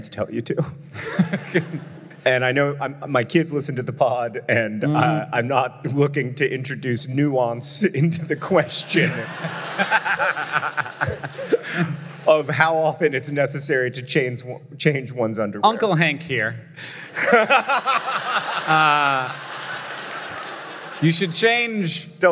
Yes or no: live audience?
yes